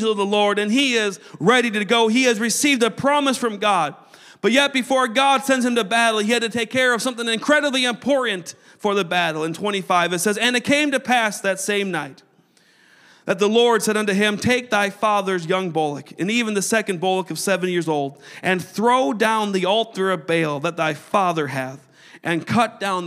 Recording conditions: large echoing room